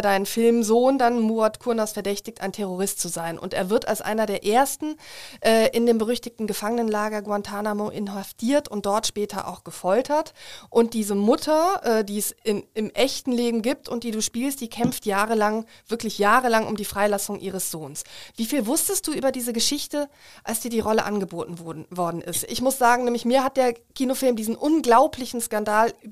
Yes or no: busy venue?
no